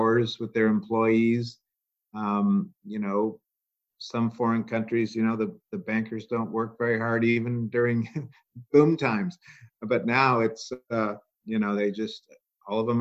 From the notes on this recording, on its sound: To maintain social distancing, this interview was recorded via the web.